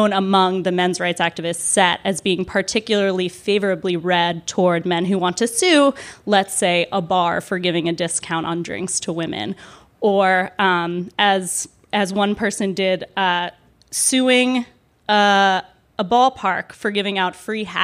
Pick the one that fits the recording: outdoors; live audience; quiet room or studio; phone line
live audience